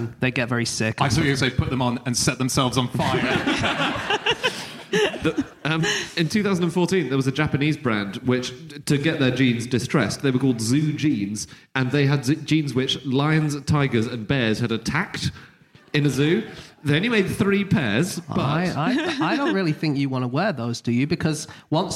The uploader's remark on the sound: Live from Glasgow